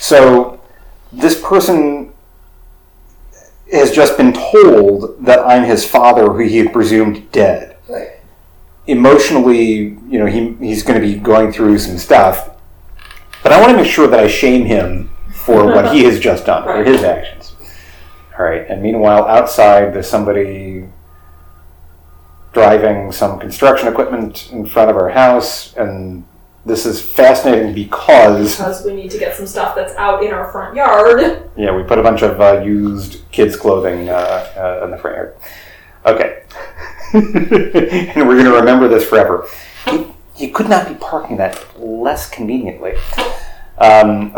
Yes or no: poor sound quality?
yes